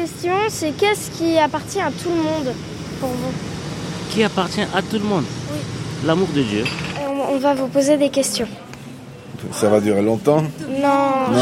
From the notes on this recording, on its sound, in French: Micro trottoir à Vitry. La deuxième séance nous sommes allés dans les rues de la ville, nos enregistreurs en main, entre nos deux centre de loisirs interroger les gens.